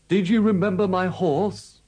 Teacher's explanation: They have all got rising tunes.